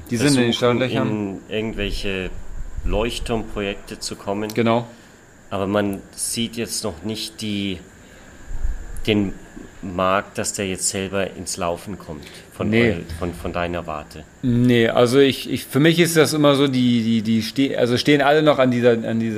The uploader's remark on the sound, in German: Live aus China. Unser neues Format "Hydrogen Bar Live" stellt persönliche Zwiegespräche von Angesicht zu Angesicht in den Vordergrund - live und ungeschnitten. Im gemeinsamen Urlaub am südchinesischen Meer.